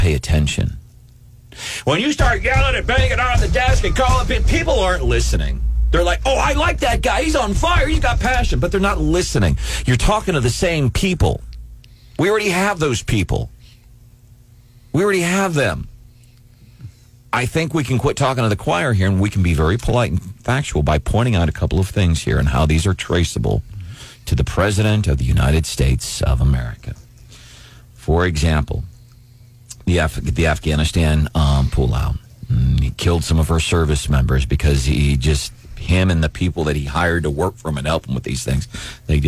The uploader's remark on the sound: This phone call from a listener scared the heck out of us!